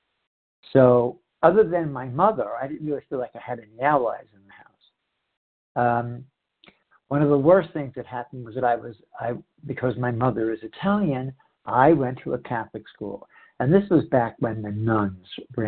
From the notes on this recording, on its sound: 100 Pounders Phone Meeting